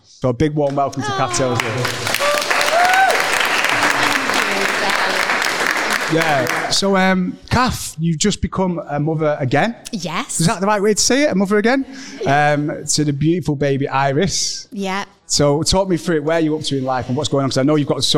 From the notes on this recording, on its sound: questions from the live audience